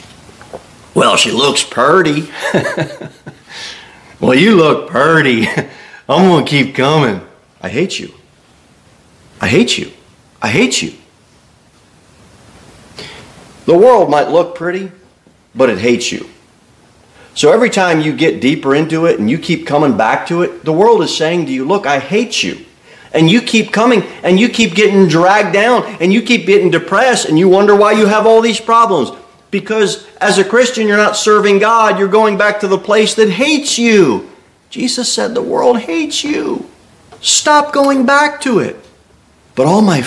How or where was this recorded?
large echoing room